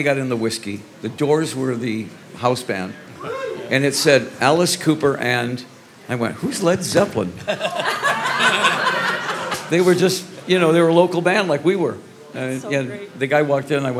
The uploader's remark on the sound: sat down in front of an audience